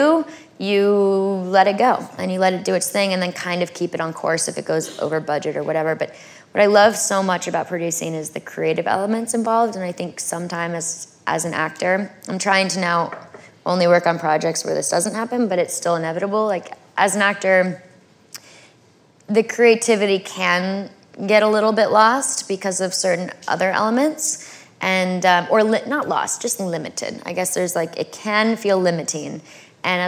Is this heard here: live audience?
yes